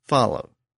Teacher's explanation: The W sound at the end has really become silent over the years, but that letter W still represents a sound that was once pronounced.